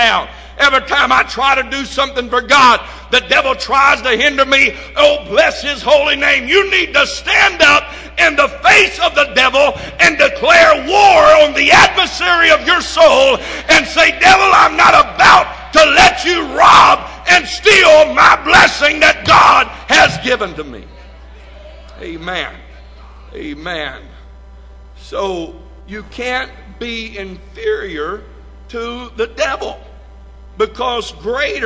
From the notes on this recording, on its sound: This message recorded live from First Pentecostal Church of Silsbee, Texas.